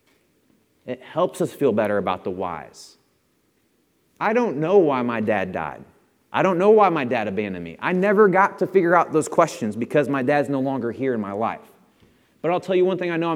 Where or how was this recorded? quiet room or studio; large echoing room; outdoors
large echoing room